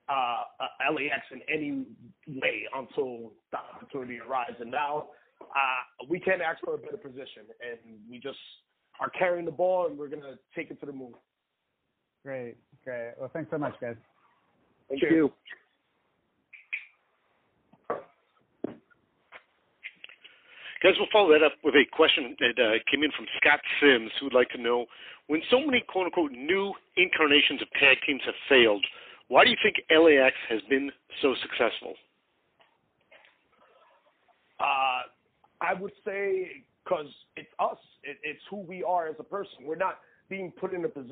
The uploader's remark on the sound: Media Teleconference Interview